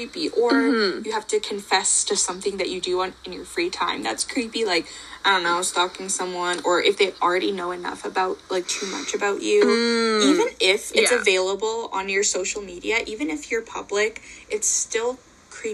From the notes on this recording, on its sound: Please excuse the attempt at a long-distance episode today... If the audio was off, it wasn't me!